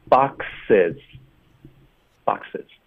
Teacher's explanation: 复数，在结尾时候的这个浊音也会给它轻化了